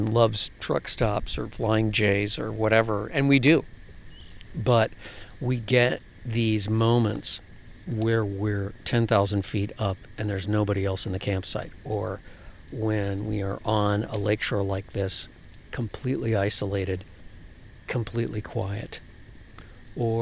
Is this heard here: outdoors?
yes